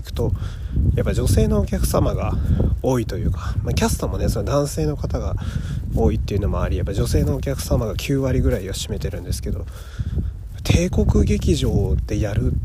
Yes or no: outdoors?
yes